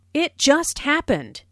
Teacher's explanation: Notice the stress on just, which emphasizes that the accident happened very, very recently.